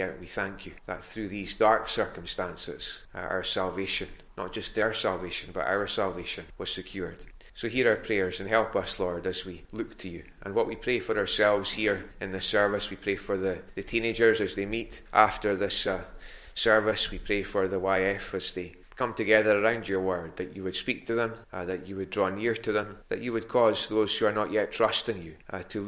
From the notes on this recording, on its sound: recorded a North Harris Free Church on the evening of Sunday 20th March 2022